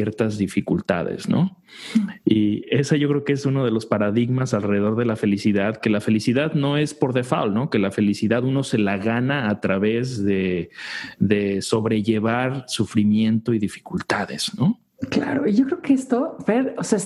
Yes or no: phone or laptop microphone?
no